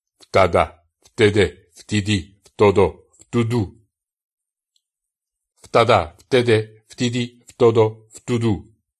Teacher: Je schneller man das ausspricht, desto mehr hört man ein Zungen-R heraus